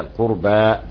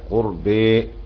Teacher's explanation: والإمالة إمالة الألف للياء · Shown in: second take